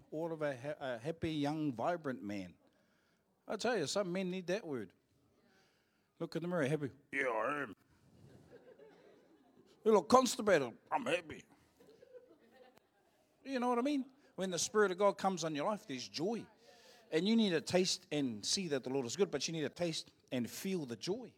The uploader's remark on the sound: Live from IwiTapu Destiny Church Hawkes Bay